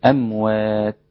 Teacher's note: وإذا وقفت على التاء وقفت بالهمس أموات، ويستحسن الوقف التزاما بعلامات الوقف.